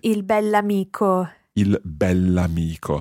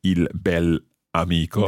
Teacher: it's very important to pronounce the adjective and the noun as one word · Shown in: first take